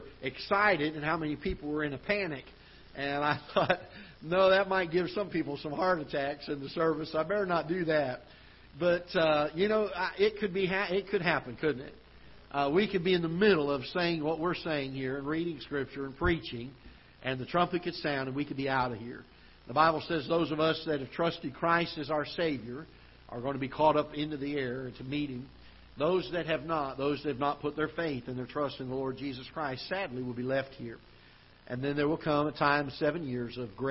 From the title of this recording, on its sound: Ketha Heights Baptist Church ~ Live Broadcast